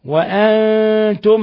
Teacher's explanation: نون ساكنة جاء بعدها التاء إخفاء حقيقي